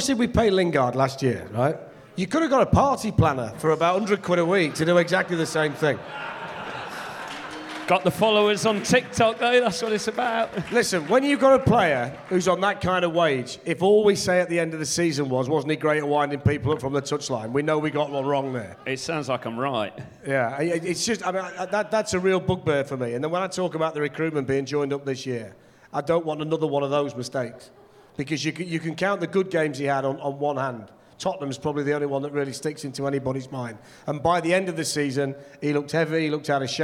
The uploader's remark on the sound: GARIBALDI RED LIVE! | SOLD OUT SHOW IN FULL